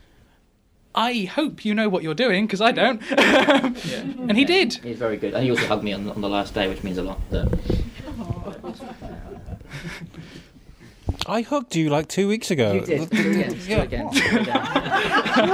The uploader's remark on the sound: Recorded in front of a live audience at the Wellington Orbit cinema, we bring you a Q&A at the premier of Reduced to Clear. The film had just ended, the lights had just come up. The film that they has just showed to a full audience. Some questions from the audience.